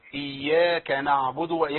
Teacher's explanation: بين بقى ضمة الدال